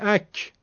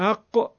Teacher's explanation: اونجایی که میگید اک، کافو میگید زبون میاد بالا، اون قاعده زبونه و خیلی هم زیاد هست و عرضم پهنه. اما وقتی میگه اق، میبینید که ریشه زبان میاد بالا · Shown in: second take · Term: استعلاء